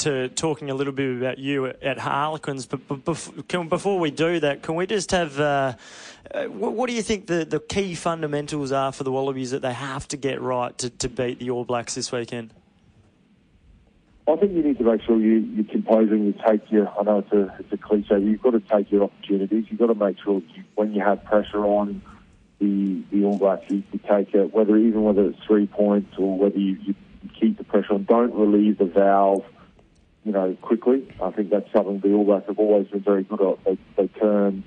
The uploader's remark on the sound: phones